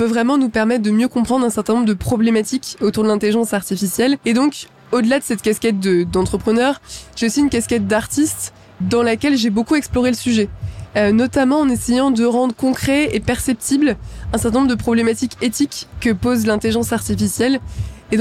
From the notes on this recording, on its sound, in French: en direct du salon Go Entrepreneurs